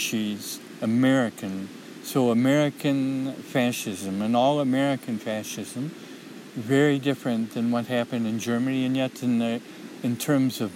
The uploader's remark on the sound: A streamside nature walk. RECORDED at HEARTBREAK MEADOW.